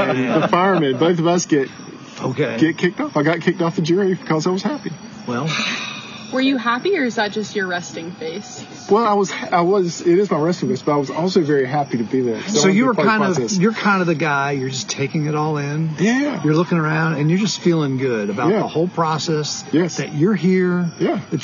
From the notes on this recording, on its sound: Recording of our first live episode broadcast last Wednesday night from West Salem Public House!